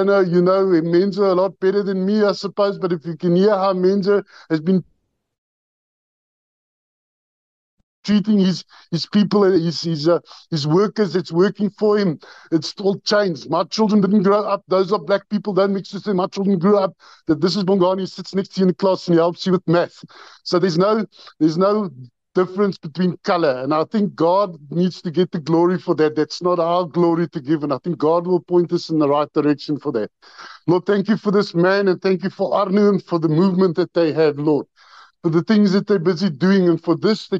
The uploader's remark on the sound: The Transformation Table Zoom Meeting 23 Nov 2023